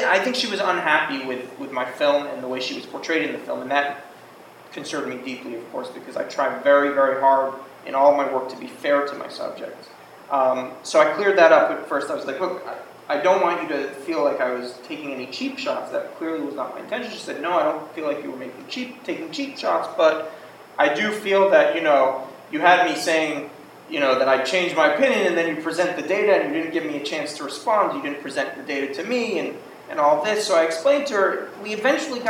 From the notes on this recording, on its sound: This is a recording of the Introduction and Q&A around the first screening of the Cut Tour. This screening took place in the Pasadena Public Library.